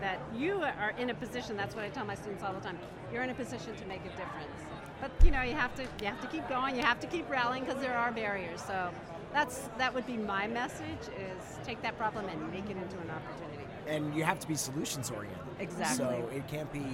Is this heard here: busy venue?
yes